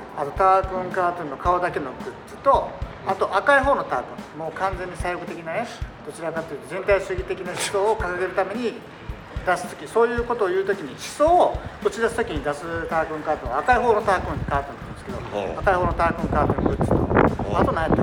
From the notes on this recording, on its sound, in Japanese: 外録音の為、風の音と雑音多め